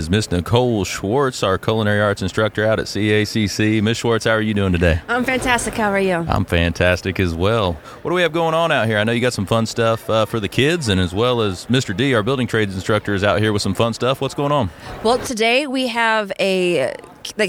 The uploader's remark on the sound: On site at the Springfield Area Home Builders Home Expo at the CACC Booth.